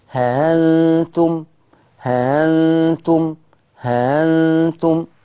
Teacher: قرأ ورش بحذف الألف بعد الهاء وتسهيل الهمزة